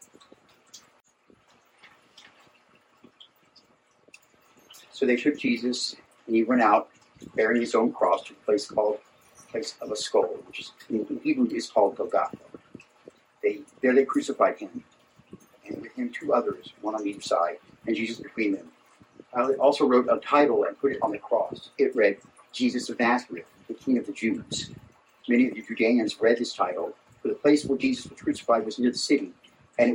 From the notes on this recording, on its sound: Please enjoy this recording of our entire Good Friday Service